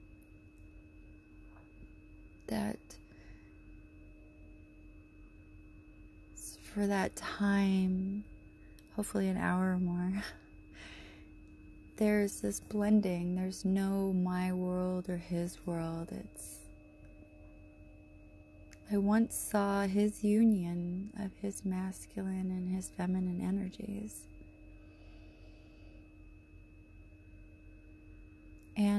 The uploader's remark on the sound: Terrible background noise in the neighborhood.